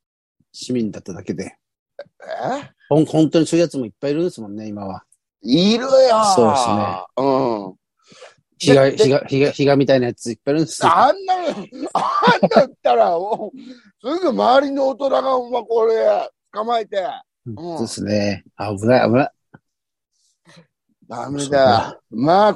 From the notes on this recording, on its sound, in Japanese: ZOOMで収録